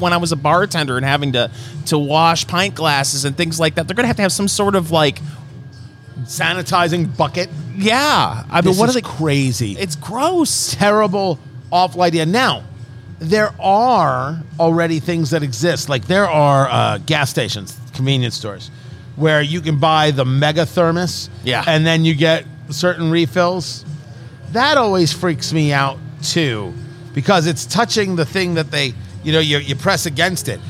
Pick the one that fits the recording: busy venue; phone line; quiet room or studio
busy venue